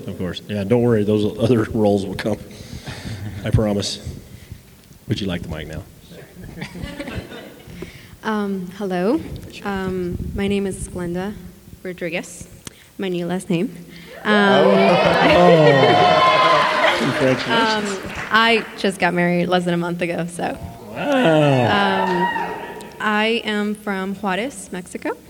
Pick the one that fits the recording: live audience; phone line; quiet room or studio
live audience